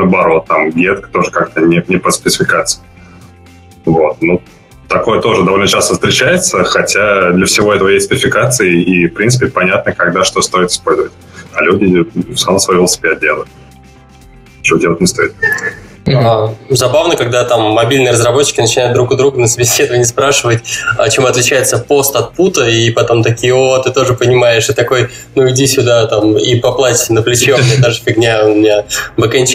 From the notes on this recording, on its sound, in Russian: Формат новый, выпуск - пилотный, так что звук слегка потрачен, извиняйте :)